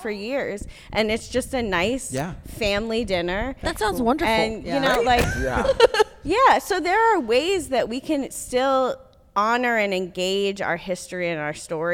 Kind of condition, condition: setting, live audience